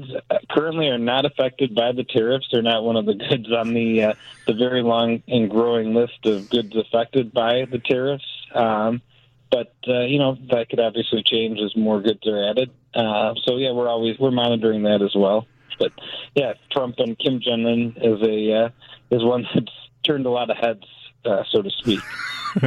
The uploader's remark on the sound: joins the conversation over the phone